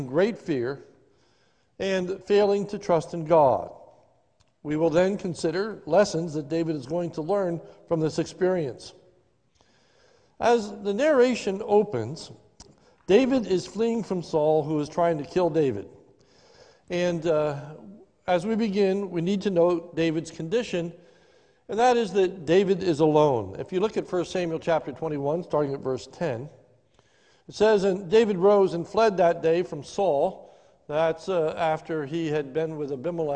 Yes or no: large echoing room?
yes